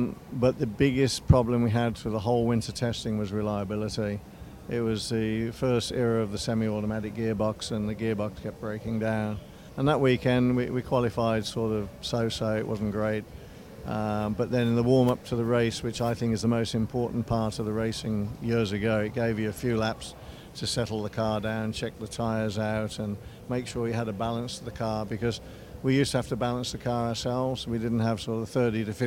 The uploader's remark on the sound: A show that was recorded at the company’s recent auction in the Principality during the Historic Grand Prix weekend.